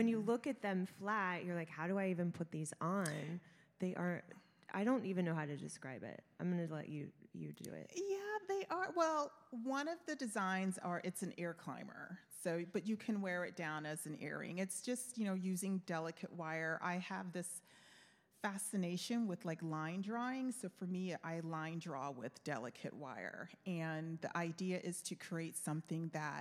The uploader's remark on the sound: Talk live from NYC Jewelry Week 2022 Headquarters at Industry City. It's live, it's unedited, and it really bloody ROUGH!